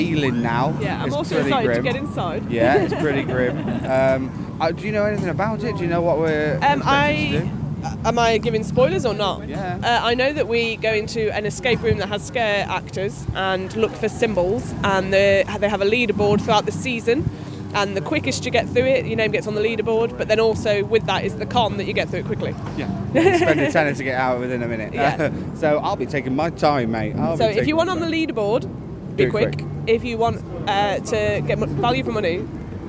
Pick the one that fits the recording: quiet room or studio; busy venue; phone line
busy venue